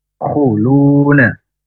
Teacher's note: huruf kho ini tenggorokan yang paling atas mendengkur, ya, dan juga tafkhim. Khuluna lu panjang dua harokat.